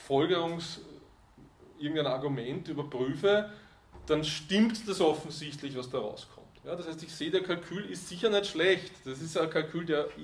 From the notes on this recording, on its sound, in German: Diese Vorlesung wurde von Studierenden aufgenommen